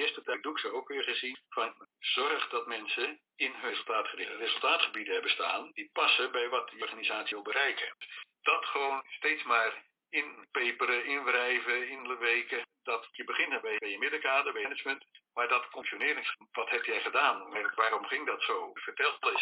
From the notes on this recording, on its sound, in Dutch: Helaas is de kwaliteit van het geluid om onbekende reden veel minder dan normaal